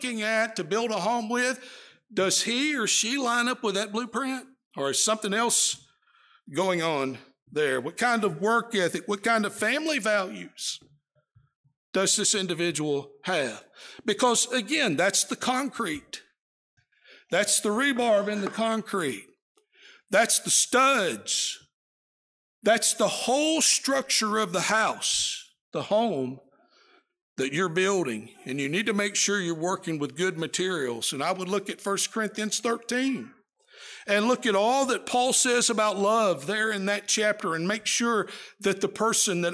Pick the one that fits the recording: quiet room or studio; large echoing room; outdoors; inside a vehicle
large echoing room